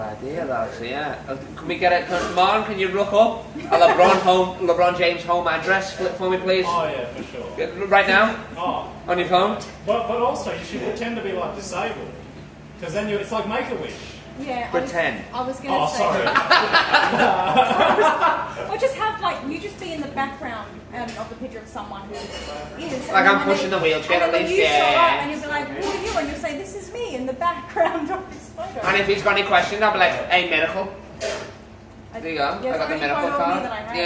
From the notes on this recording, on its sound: Live from Grassroots Comedy Club.